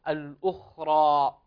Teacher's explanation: ننتبه إلى التفخيم في حرف الخاء هنا، وحرف الخاء هنا مسكن